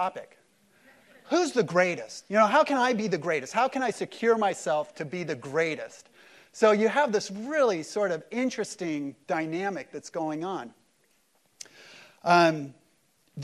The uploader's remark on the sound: Easter service at Mariners Church Huntington Beach